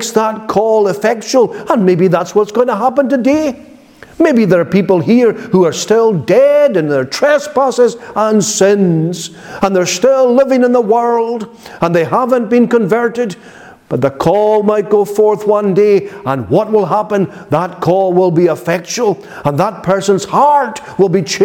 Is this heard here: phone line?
no